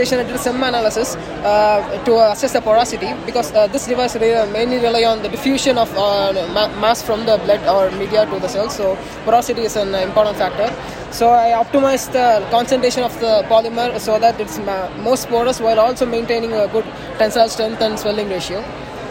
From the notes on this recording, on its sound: recorded during Day 1 of the Islet Study Group 2023 poster session